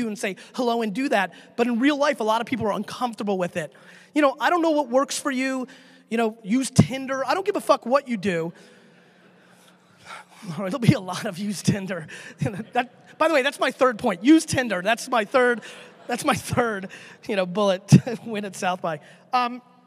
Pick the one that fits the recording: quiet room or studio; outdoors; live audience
live audience